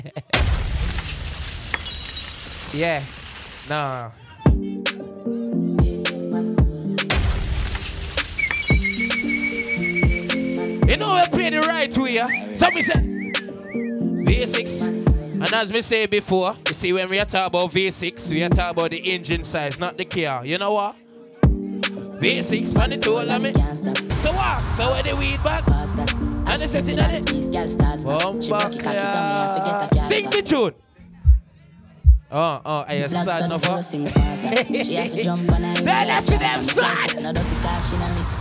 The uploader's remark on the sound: GALLOWEEN 2023 LIVE AUDIO. Live Audio from GSB Entertainment's event Galloween.